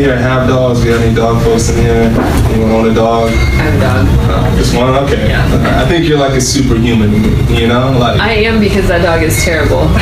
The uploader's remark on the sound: Live from Genuine Joe's